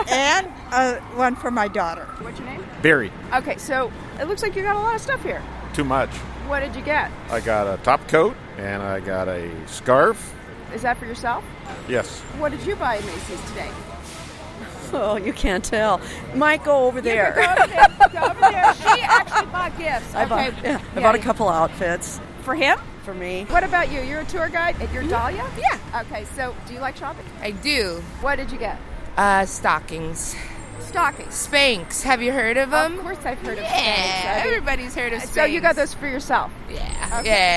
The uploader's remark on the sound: talks to shoppers outside of Macy's and takes a tour of the gag gift section at Urban Outfitters